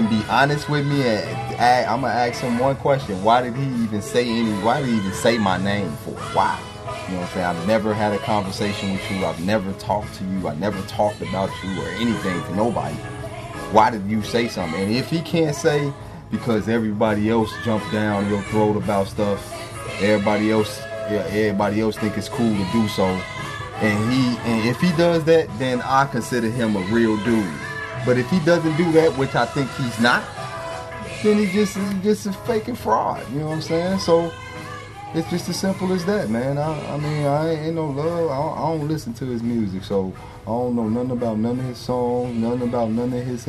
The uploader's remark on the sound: We recorded the conversation live at Hyde Park Records.